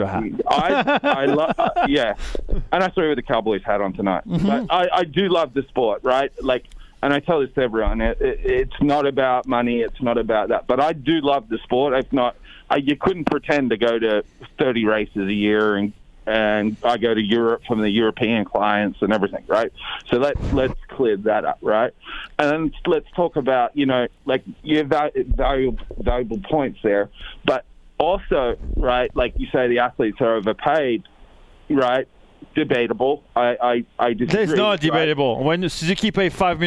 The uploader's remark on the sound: In-Studio. On the phone from his original hometown of DEWITT Michigan.